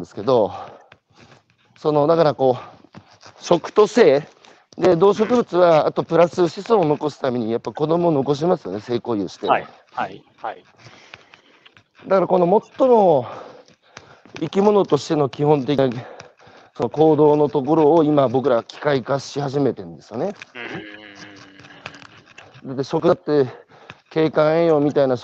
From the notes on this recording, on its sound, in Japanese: 歩きながら1時間、対談する